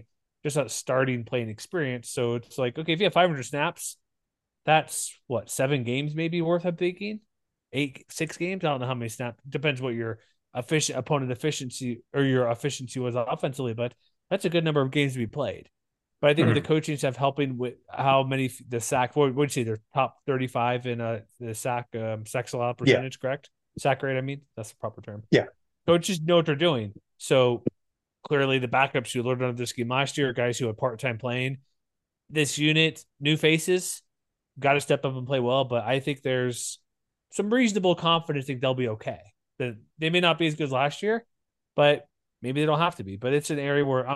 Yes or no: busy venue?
no